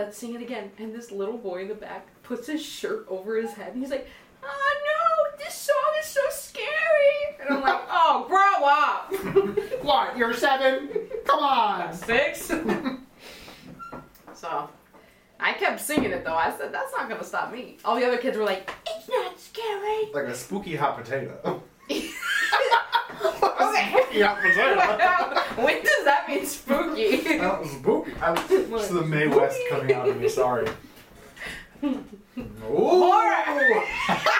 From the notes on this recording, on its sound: I am once again am apologizing for the technical issues